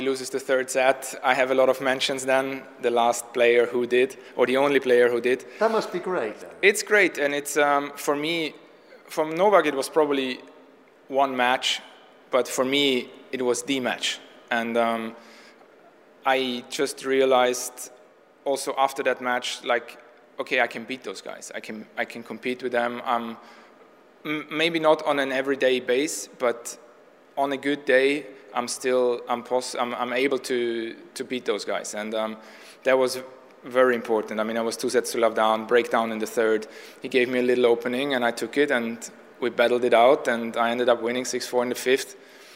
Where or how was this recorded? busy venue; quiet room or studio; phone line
busy venue